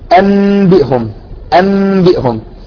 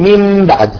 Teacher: إخفاء الميم عند الباء بإطباق الشفتين إطباقا خفيفا بدون كز، أيضا إظهار الغنة وهي غنة الميم. · Term: الإقلاب